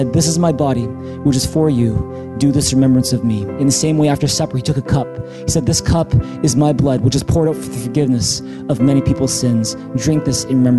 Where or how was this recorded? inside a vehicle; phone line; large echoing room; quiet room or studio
large echoing room